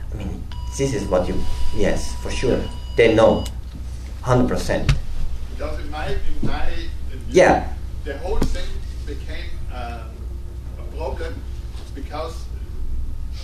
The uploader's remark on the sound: From 2015 AAC Benefit Dinner. In this recorded interview.